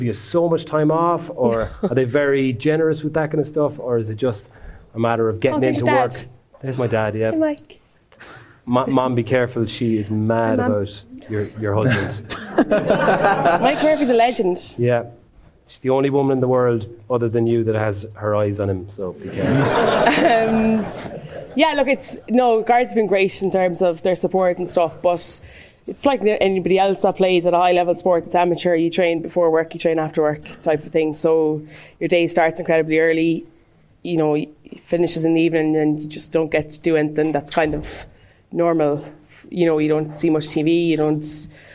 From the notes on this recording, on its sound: The House of Rugby show is on the road! Live in Limerick, at 1314.